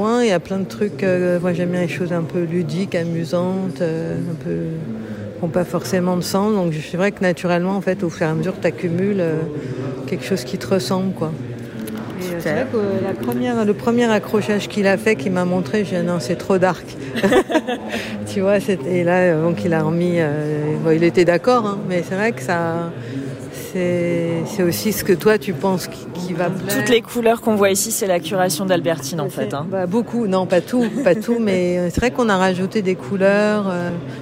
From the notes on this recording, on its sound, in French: Reportage au cœur d'une exposition des plus grand•es artistes du crypto art.